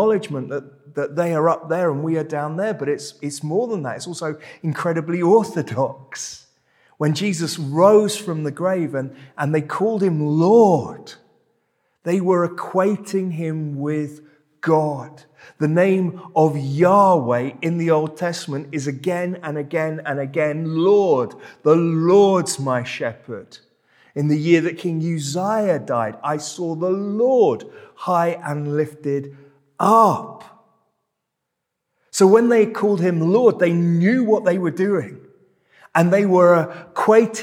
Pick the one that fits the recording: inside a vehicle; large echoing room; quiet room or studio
large echoing room